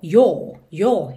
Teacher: Pode ser que tenha lugares com sotaques um pouquinho mais fechado. O próprio inglês britânico, ele já fecha um pouquinho mais esse som do O.